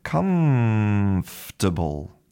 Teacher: We have the same mouth position as for an F, but we have all of the sound coming out of our nose like an M.